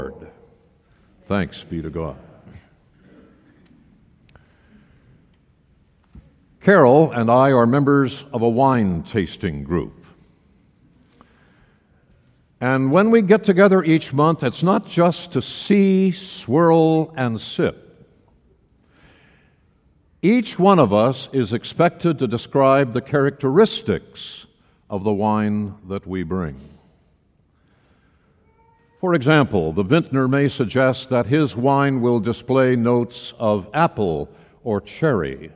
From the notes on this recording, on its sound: Message was delivered during the Traditional Worship service.